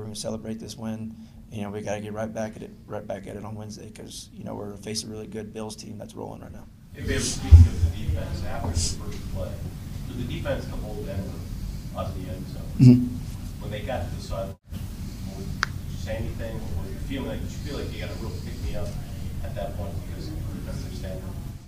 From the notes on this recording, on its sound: Addresses the media during his postgame press conference following New England's 26-23 win over the Denver Broncos.